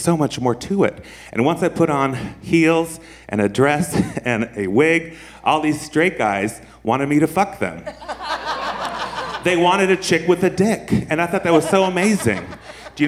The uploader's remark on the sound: This was recorded at our San Francisco Sketchfest show of January 27, 2017.